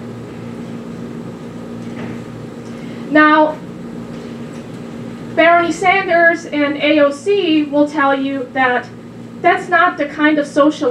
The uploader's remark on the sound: Her remarks were recorded at the DC Women's Summit in Washington on June 28, 2019.